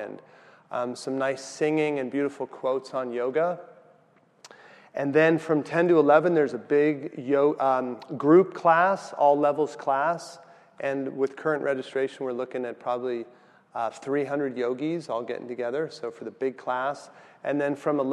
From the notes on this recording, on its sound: weekly Tuesday night meditation class held in San Diego California